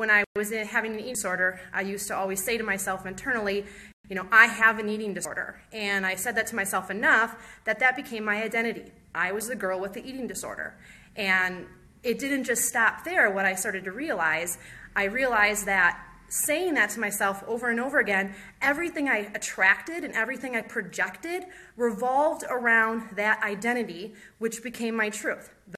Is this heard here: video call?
no